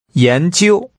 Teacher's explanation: Using rising and high level tones, say researches.